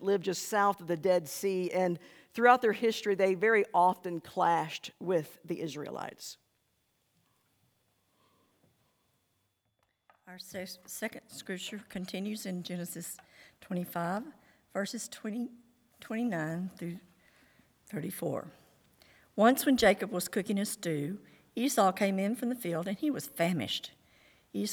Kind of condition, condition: setting, large echoing room